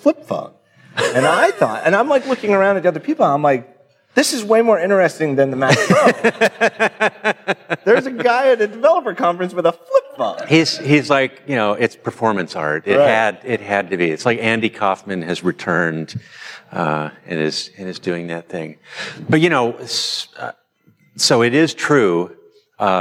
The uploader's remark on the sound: Recorded in front of a live audience at Microsoft’s Build developer conference in San Francisco.